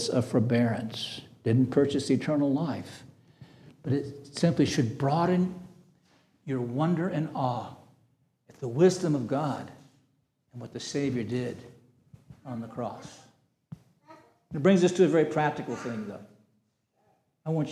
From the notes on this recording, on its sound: This sermon was preached on June 25, 2023 at Antioch Presbyterian Church. At Antioch Presbyterian Church, a mission work of Calvary Presbytery of the Presbyterian Church in America located in Woodruff, South Carolina.